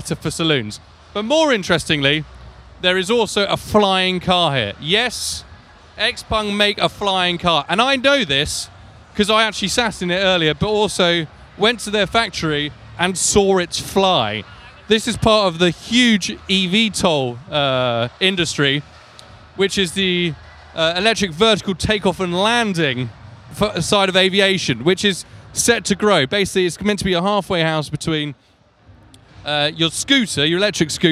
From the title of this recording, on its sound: Live From The Guangzhou Autoshow